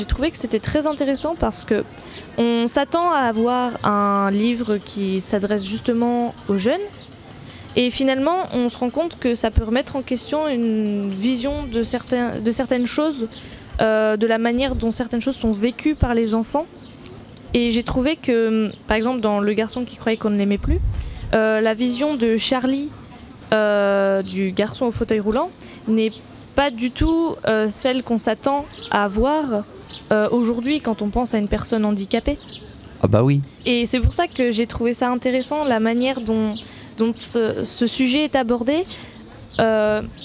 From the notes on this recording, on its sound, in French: En direct le 4 juillet de 9h à 18h à l'occasion du LIVRODROME qui proposa ce jour-là sur le quai Baluze à Tulle. Ont animé sur Bram FM toute une émission en direct le 4 juillet de 9h à 18h à l'occasion du LIVRODROME qui proposa ce jour-là sur le quai Baluze à Tulle plain d'animations originales autour du livre.